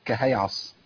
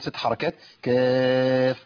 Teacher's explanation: الكاف بتمد ست حركات · Shown in: second take